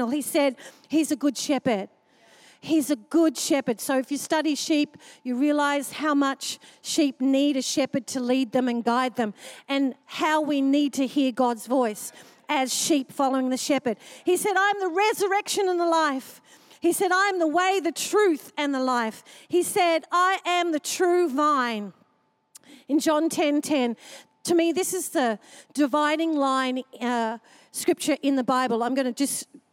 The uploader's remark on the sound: Recorded during our 5pm service on Sunday, the 3oth of April 2023